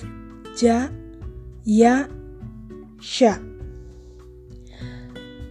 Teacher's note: dari pertengahan lidah yang menyentuh pertengahan langit-langit rahang atas